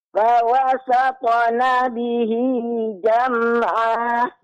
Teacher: Pertama di sini huruf sin, suara berdesis jelaskan. · Kemudian berhenti pada jam'a. Dua harakat ya